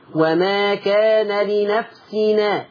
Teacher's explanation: خلي بالك هنا مثلا ورشة هيعمل نقل، هيقول هينقل، هيشيل الهمزة بتاعت أن وياخد الحركة بتاعتها يحطها على التنوين